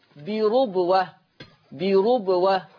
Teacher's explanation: ورش يقرأ بضم الراء، فتقرأ بربوة